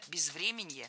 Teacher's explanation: Ударение в этом слове падает на корень врем. Время, безвременье.